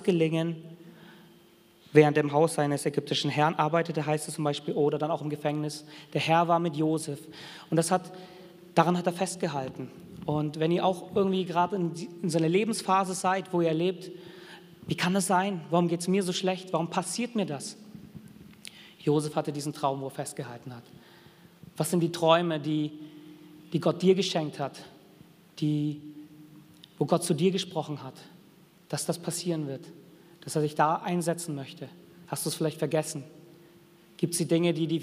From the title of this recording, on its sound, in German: Sonntagsgottesdienst